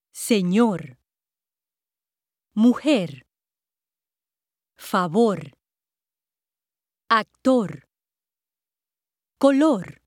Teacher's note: Stress on the last syllable.